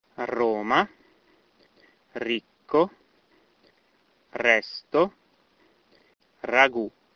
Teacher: In these words, the R is at the start of the word and it is rolled